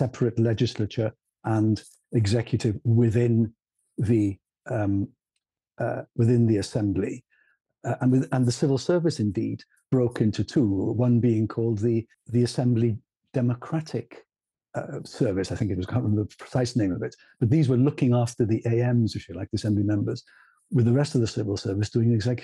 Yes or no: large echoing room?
no